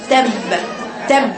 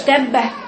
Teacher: بتجيب الحرف الباء بدون النفس · Shown in: first take · تب وبعدين بتجيب حرف باء تاني لانه مشدد. · Term: شدة